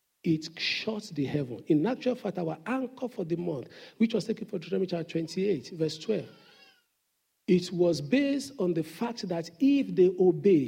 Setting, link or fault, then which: setting, large echoing room